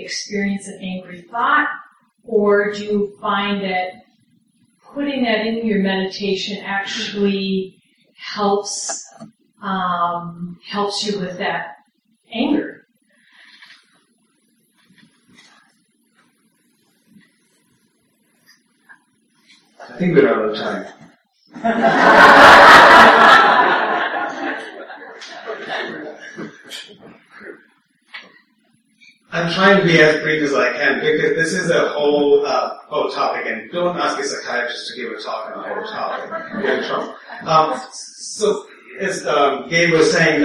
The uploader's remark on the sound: (Common Ground Meditation Center). Please note this audio file has poor audio quality.